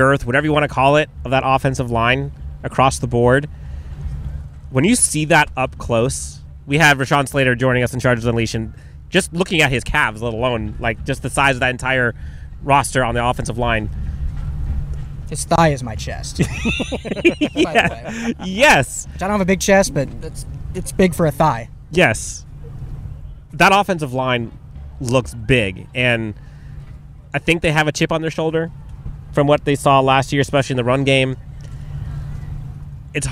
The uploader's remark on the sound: LIVE FROM TRAINING CAMP